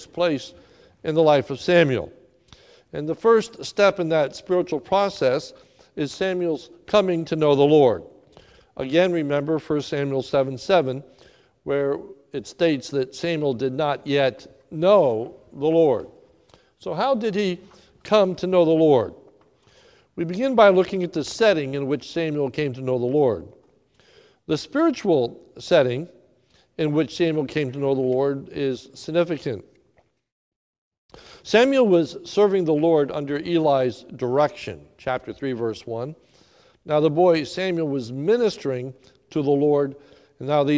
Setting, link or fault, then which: setting, large echoing room